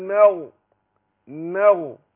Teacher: الميم مرققة وهي مفتوحة في نفس الوقت، هنفخم الغين وقبلها الميم مرققة · Term: تفخيم